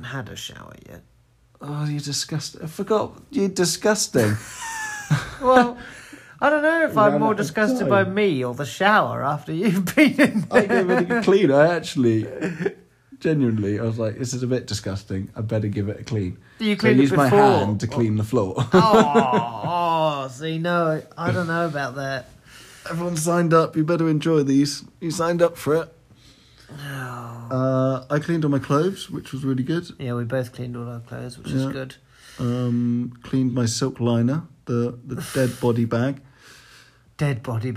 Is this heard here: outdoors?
no